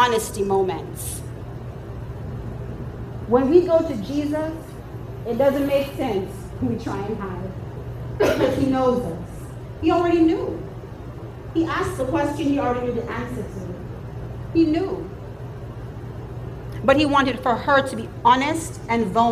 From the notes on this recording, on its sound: In today's episode I am sharing another excerpt from the Women's conference where I spoke at my local Christian Church Women's group.